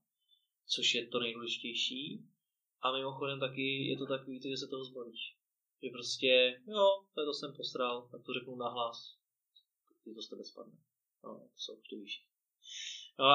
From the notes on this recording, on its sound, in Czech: Doufám, že to z něj bude cítit i přes menší komplikace se zvukem.